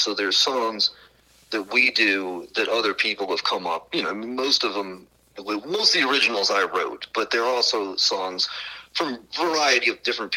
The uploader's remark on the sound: burnt the phones down to the New Orleans/Ocean Springs area